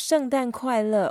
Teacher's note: All the four characters are in fourth tone.